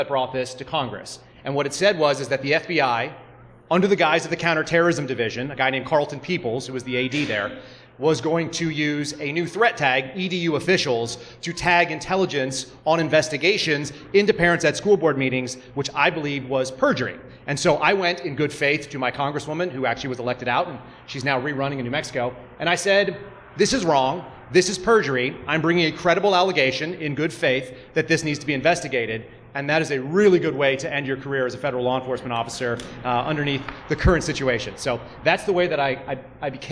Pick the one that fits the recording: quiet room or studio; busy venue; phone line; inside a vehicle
busy venue